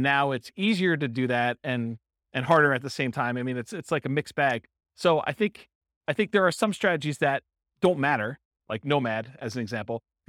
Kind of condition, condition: setting, live audience